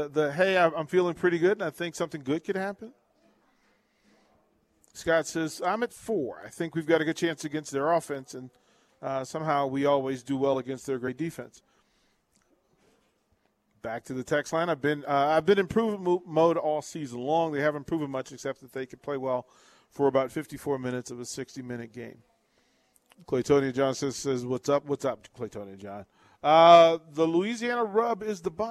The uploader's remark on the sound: Live from Wingstop - 28th & Pine Lake.